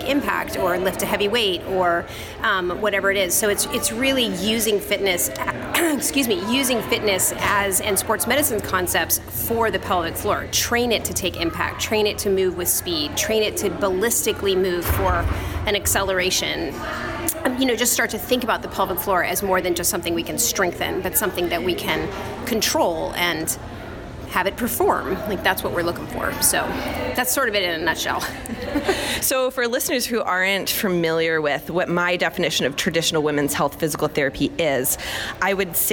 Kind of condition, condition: setting, busy venue